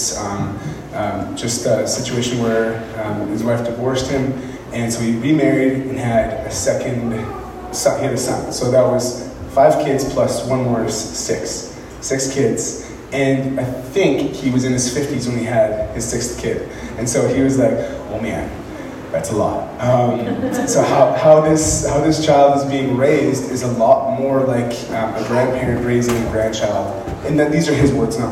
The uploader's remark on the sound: speaking in Moose Lake Pentecostal Camp